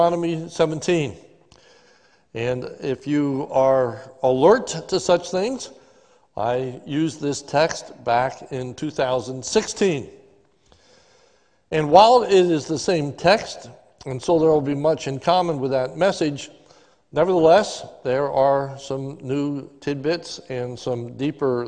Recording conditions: large echoing room